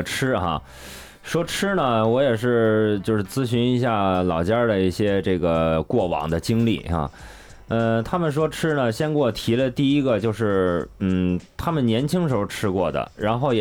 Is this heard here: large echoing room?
no